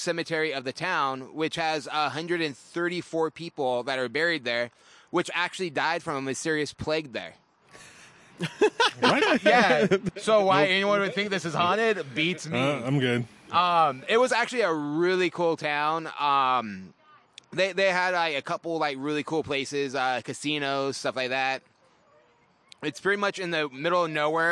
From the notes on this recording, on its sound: live at Backstreet Brewery!